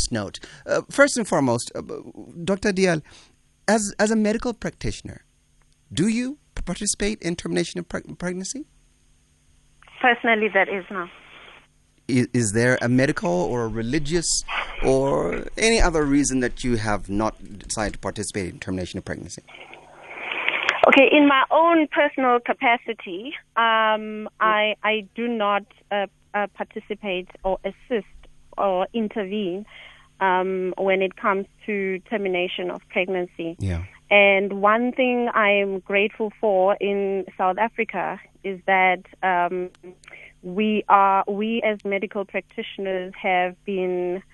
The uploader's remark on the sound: Guest on the phone